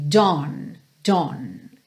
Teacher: Pensa nesse AW como um O, O. É como um O, só que bem nasal por conta desse N, ele fica O, O, ok?